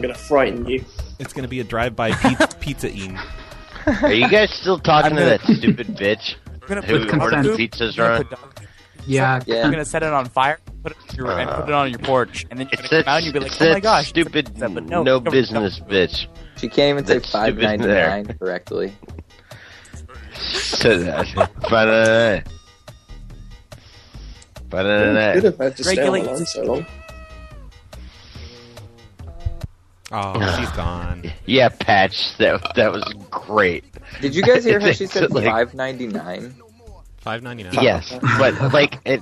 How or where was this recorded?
phone line